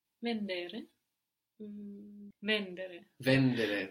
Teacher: The accent at the beginning, no? Which is odd for Italian. It doesn't happen very often, but we do have this accenting pattern sometimes.